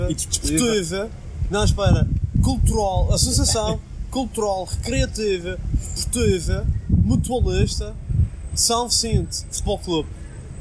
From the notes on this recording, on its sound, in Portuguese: Estamos de regresso, com um Podcast especial, gravado nas ruas de Antuérpia!